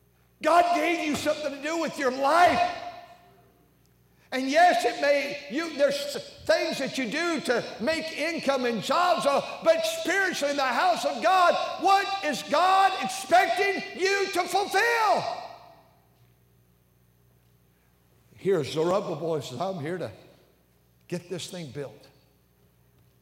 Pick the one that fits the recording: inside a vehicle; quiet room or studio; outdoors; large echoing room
large echoing room